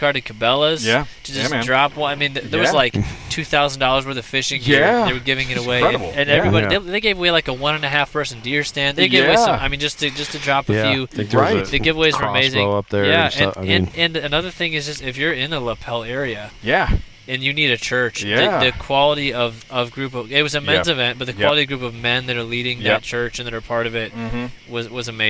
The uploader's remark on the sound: LIVE Around The Campfire